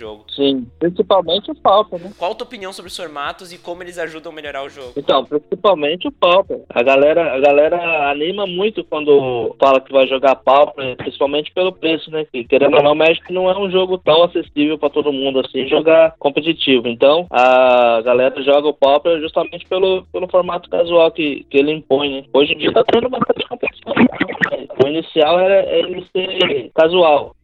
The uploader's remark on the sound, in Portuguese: Headset Microsoft LX-3000. Audacity. Skype via telefone.